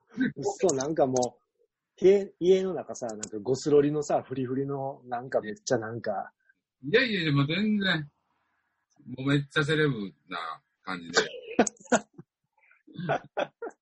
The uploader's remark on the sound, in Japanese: ZOOMで収録分から切り出し。エコーだいぶ解消しました。